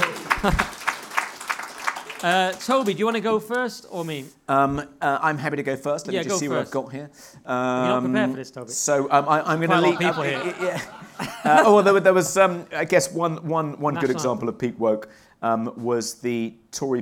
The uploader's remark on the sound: Weekly Sceptic Live 2. We had an amazing sold out show at Lola’s, at the Hippodrome in Leicester Square (the audio doesn’t capture the largeness of the crowd, but trust us, they were there, and they loved it). An audience Q & A, and loads more, in what was a hilarious and very special live show.